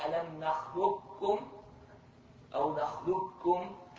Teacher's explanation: فإن التقت القاف بالكاف وهي ساكنة وقلبت مثلها وأضغمت فيها وذهبت قلقلتها بالقلب والإدغام